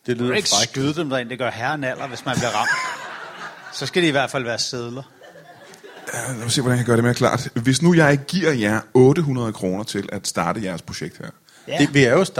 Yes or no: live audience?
yes